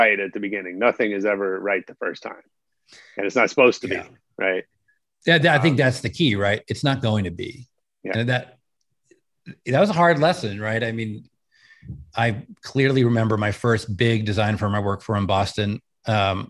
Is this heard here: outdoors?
no